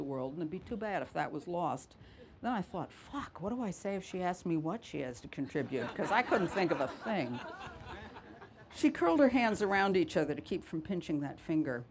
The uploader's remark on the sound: the Cream of Cornish event at the 2022 North Cornwall Book Festival